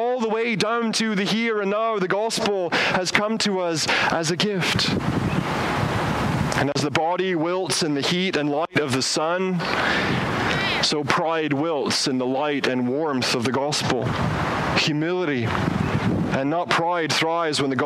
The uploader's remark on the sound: As HBC gathers outdoors for this service. Outdoors so please excuse the audio quality.